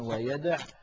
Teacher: فيحذف حرف المد وهو الواو في الوصل فكتبت كذلك على نية الوصل.